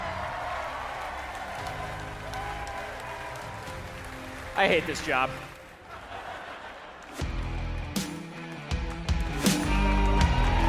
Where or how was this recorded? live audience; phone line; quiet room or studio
live audience